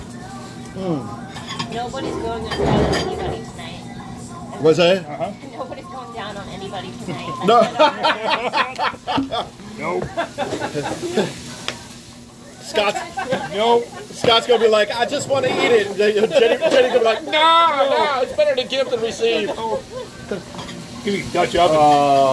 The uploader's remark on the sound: Live from ritchies